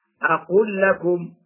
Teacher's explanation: فيجب إدغامها بسبب التماثل في لام أقول لكم